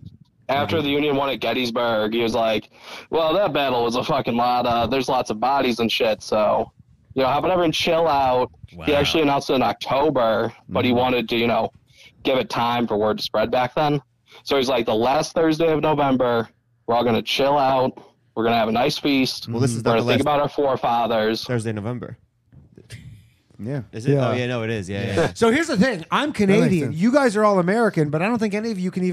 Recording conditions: phone line